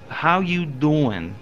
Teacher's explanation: Another common Pittsburgh sound is how words like doing and going are pronounced. The vowel would be oo, and it's they're sort of pronounced ooin, like you, how you doing?